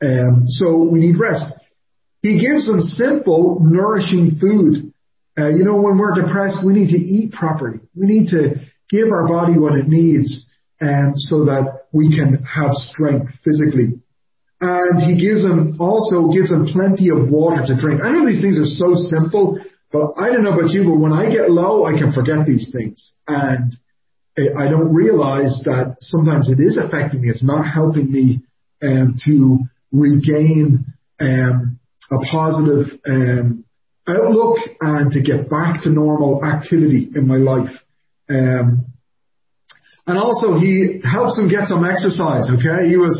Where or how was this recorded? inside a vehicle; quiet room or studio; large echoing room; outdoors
large echoing room